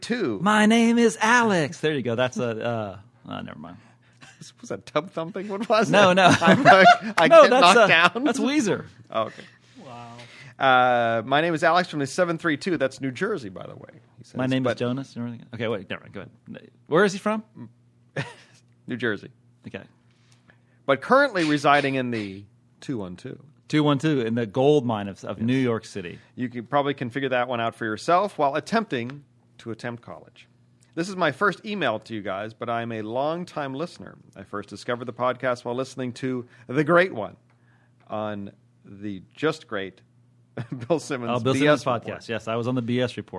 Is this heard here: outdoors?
no